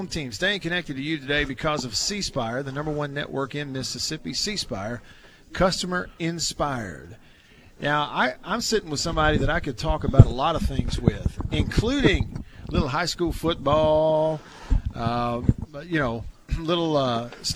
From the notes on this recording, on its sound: LIVE from DeViney Equipment in Madison